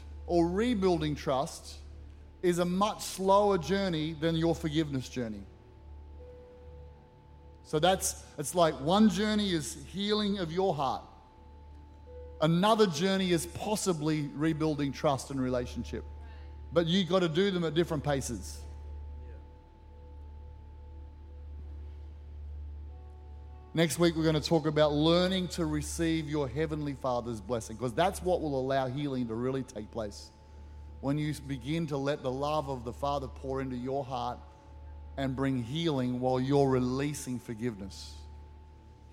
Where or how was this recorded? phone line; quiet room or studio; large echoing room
large echoing room